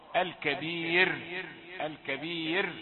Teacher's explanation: سكنت بسبب الوقف والياء التي قبلها مدام قبلها ياء مادية نقول دي راء مرققة. الكبير الكبير لا تقل الكبير بعض الناس يقفون هكذا هذا خطأ.